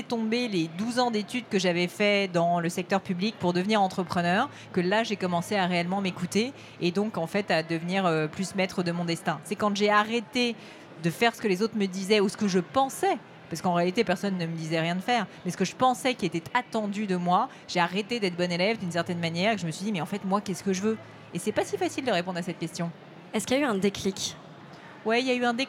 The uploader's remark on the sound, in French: Est un peu spécial, car il a été enregistré au BIG 2023, le plus gros événement autour de l’entrepreneuriat en Europe.